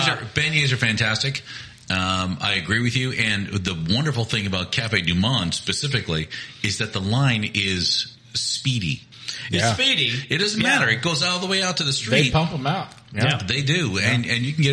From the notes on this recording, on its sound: Recorded live at Summer Solstice Trop Rock Fest.